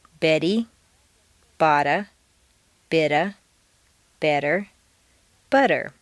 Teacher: In the sentence, Betty bought a bit of better butter, all of the T's are in weak positions, so they all sound like soft D's